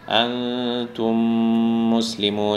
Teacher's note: এখানে মিমের উপরে সুকুন আছে, তারপরে আরেকটা মিম আছে, তাহলে এখানে একটা গুণনা হবে, আনতুম মুসলিমুন, একটু দুই সেকেন্ডের মতন এখানে থাকতে হবে।